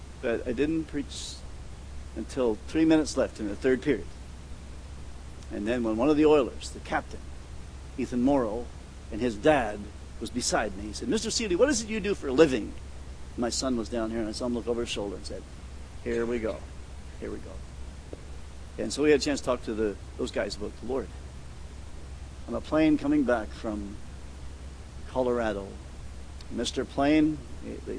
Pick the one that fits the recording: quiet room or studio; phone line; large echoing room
large echoing room